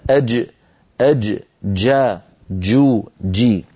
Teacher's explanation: الجيم يكون من وسط اللسان، هكذا تنطقه العرب، ومخرجه مقفول تماما · Term: الجيم الفصيحة